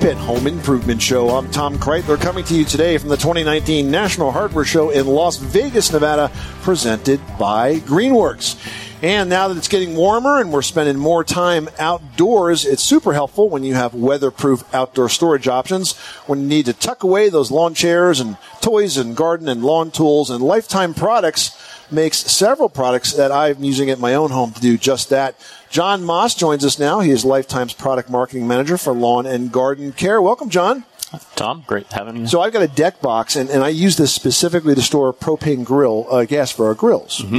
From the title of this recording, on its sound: Broadcasts from the 2019 National Hardware Show